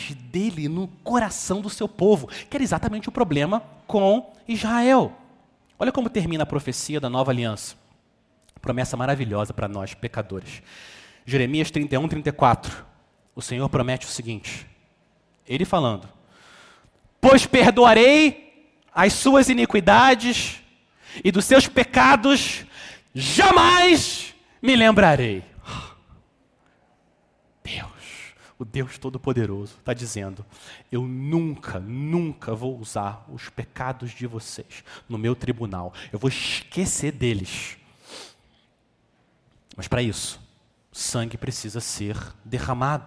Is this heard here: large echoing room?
yes